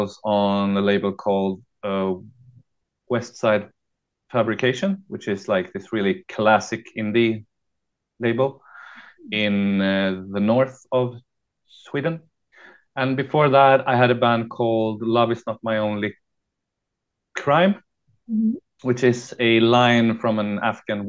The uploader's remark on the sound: from my kitchen table, through a great Zoom conversation